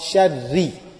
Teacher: We mention that if it has a kasra, if there is zair on ra, we don't read it with full mouth. So it's not going to be min sharri. · Term: open mouth